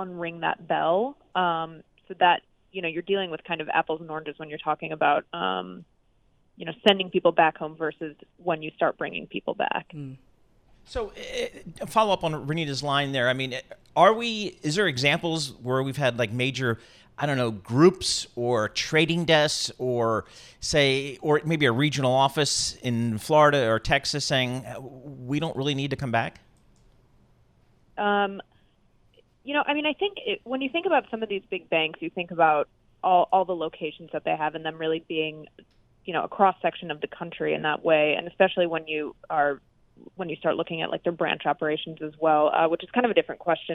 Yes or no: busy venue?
no